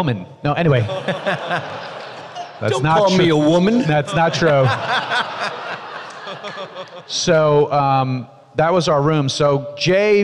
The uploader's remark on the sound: Reunion Panel from Rhode Island Comic Con 2021